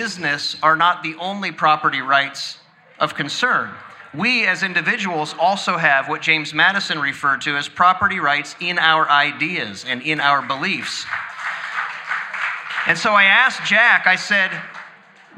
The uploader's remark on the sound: LIVE EVENT. This week’s episode was recorded live at the Election Night event we held last week.